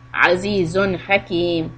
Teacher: is going to be إظهار because the letter ح is from the throat. حروف حلق.